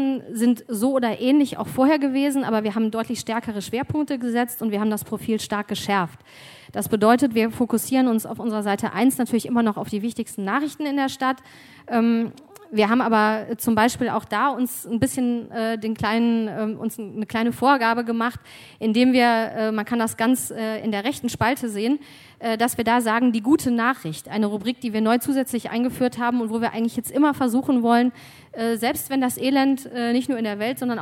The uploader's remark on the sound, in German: Antworten gibt es in Inspirationstalk und einer anschließenden Diskussion. 2018 im RP-Zelt beim Campfire-Festival in Düsseldorf.